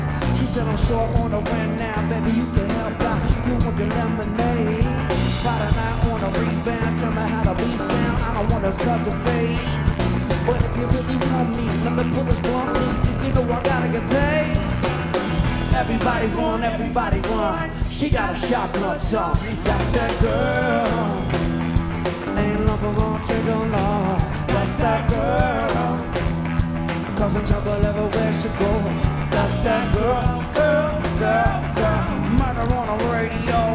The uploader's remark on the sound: Live at Nashville Sunday Night. By Lightning100.